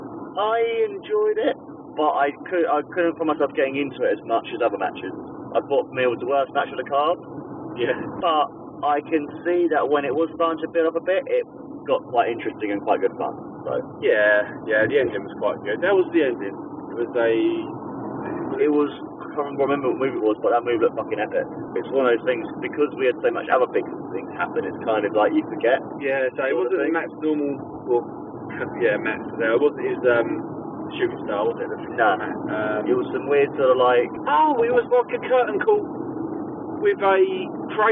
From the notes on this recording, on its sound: on our drive home